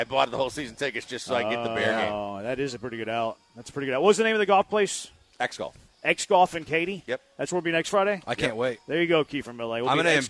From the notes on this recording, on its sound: live from The Decoy